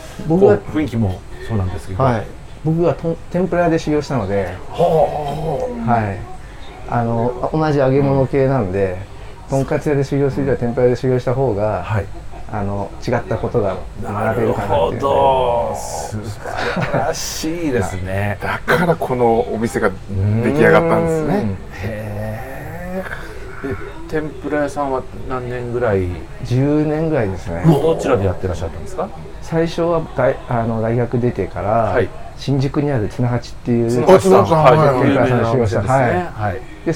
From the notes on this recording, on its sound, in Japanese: 今週は青物横丁にある、飲めるとんかつ屋【安右衛門】にて収録。今年最後の配信はお店の若旦那も交えて大いに盛り上がり…